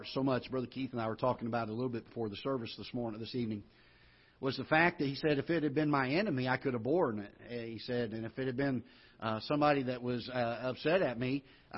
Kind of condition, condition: setting, large echoing room